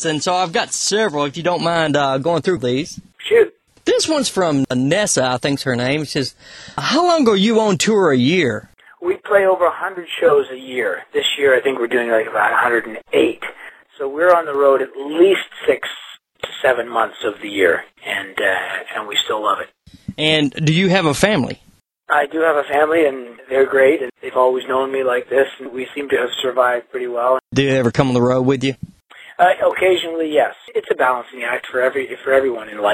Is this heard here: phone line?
yes